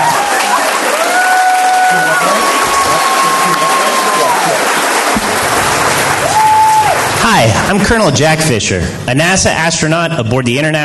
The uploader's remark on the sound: Live from NECSS 2017